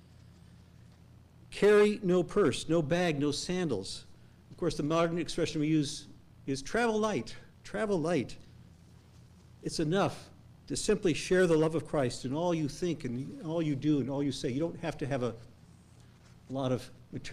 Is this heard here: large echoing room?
yes